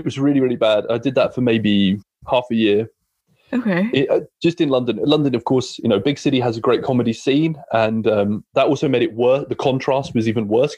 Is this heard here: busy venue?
no